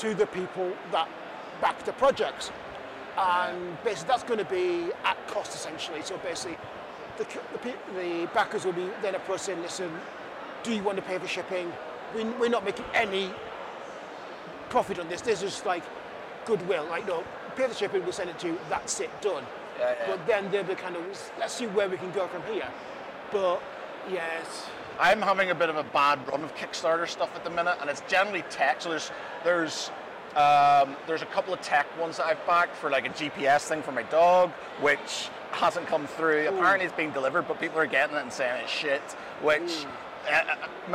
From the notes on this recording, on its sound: On a shorter-than-usual podcast (as it was live at the event). At UKGE 2023 in the NEC.